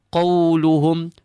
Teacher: Qaf, followed by a waw sakinah. You do not feel this on your lips so much. It is softer than a normal waw. It is a letter of lean, a letter of softness. · Feel the ha from the lowest part of your throat and you end on a meme.